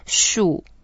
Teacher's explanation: it's a fourth tone, so we go down